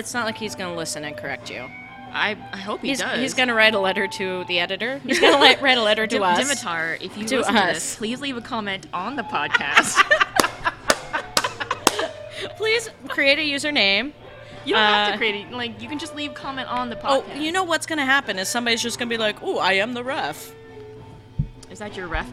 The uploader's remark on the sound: We're live! We recorded in the same bar for the first time since the first episode.